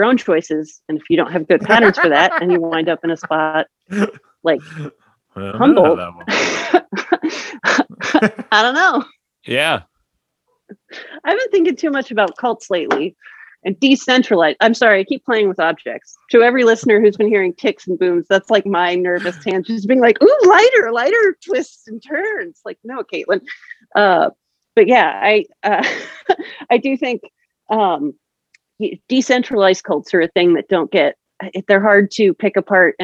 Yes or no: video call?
yes